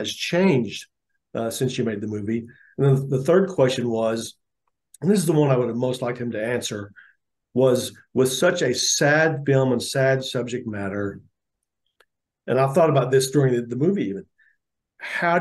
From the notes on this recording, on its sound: global and virtual press conference